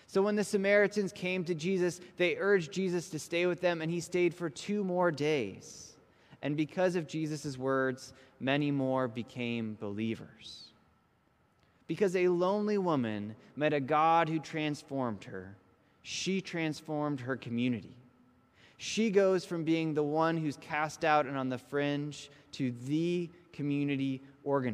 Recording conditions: large echoing room